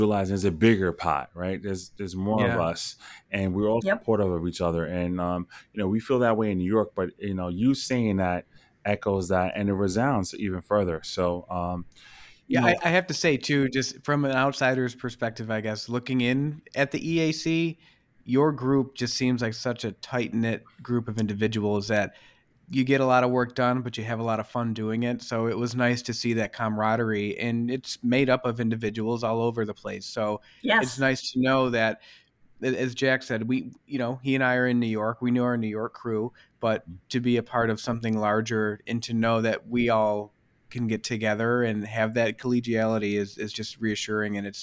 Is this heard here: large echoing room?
no